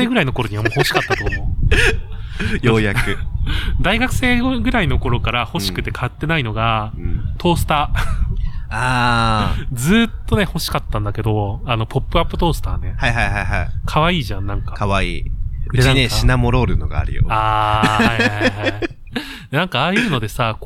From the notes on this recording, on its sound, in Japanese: 今回は小雨降る多摩川河川敷よりお送りいたします。コロナ禍でソーシャルディスタンスが叫ばれる中、密室を飛び出し野外での収録を行いました。